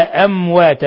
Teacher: أمواتا ميم ساكنة جاء بعدها الواو إظهار شفوي، بل هو من أشد حالات الإظهار الشفوي